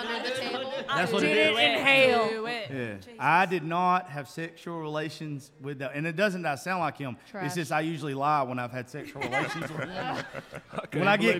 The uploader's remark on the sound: Holiday Special Live From Sophia's.